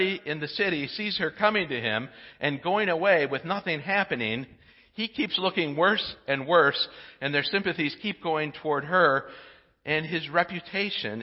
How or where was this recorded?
large echoing room